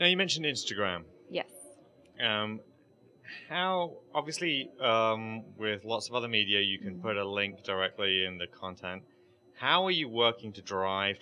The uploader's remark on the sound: In this podcast recorded at Pubcon Las Vegas 2014